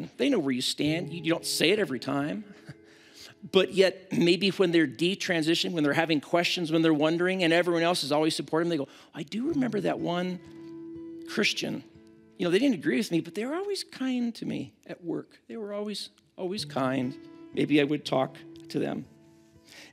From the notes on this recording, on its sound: At Timberline Church.